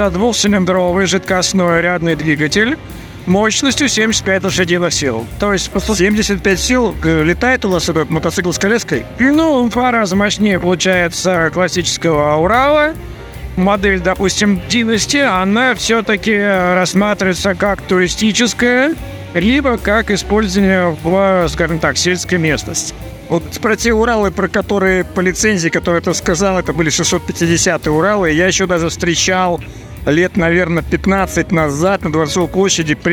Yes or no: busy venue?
yes